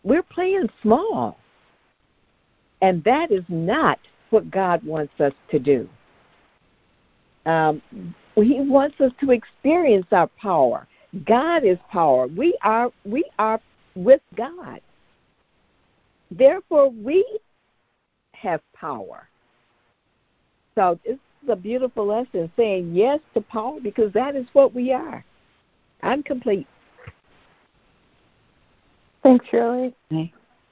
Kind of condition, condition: link, phone line